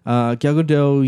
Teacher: Apparently, you don't pronounce the T.